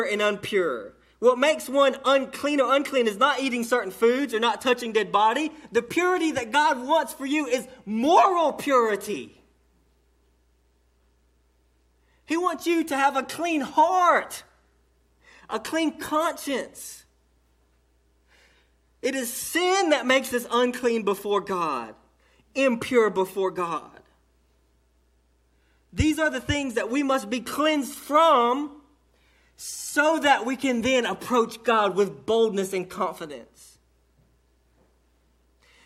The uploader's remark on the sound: A sermon delivered to Cottondale Baptist Church in Eastman, GA on 6/3/18 during the 11:00am service